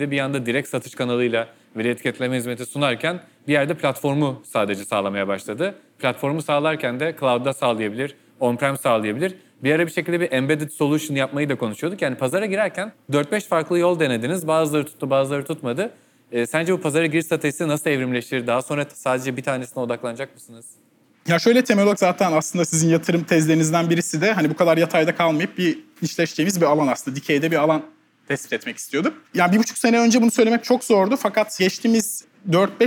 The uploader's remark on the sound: (Episode in Turkish - live recording during cc: Nights in Istanbul).